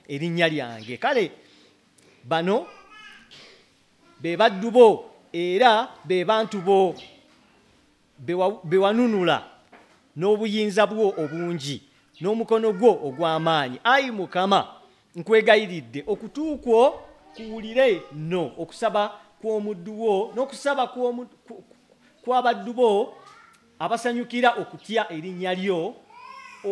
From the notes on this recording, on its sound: at Lubumba Community Church on Sunday, November 5 2023.